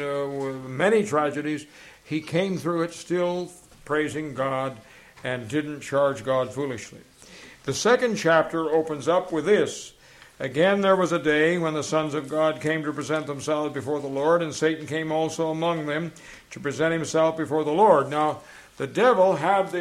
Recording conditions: live audience